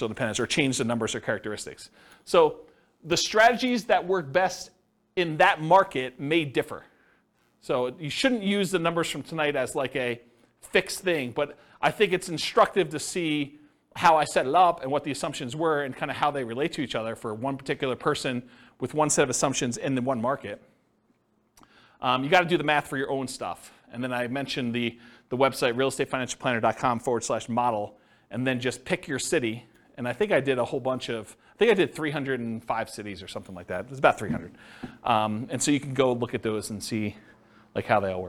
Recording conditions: live audience